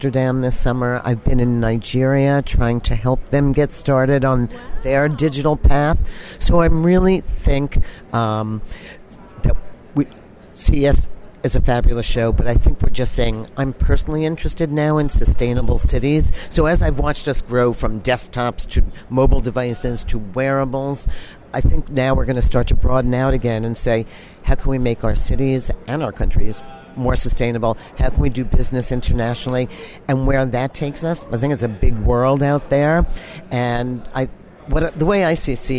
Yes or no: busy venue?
yes